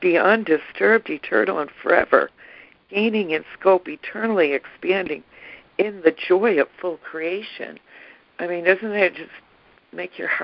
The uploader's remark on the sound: ACIM Daily Conference Call